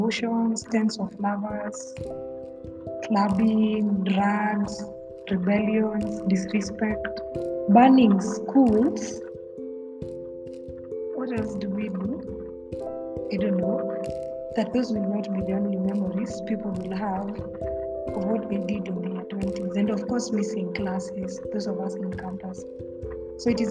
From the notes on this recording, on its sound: I am working on resolving the background noise issue